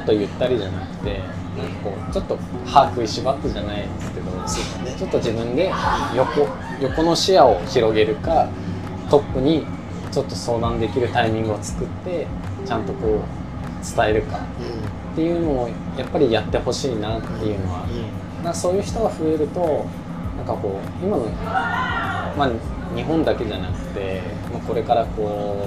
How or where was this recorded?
busy venue